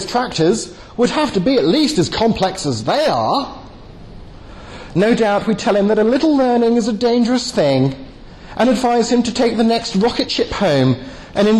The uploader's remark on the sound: delivered at the European Leadership Forum in Eger, Hungary.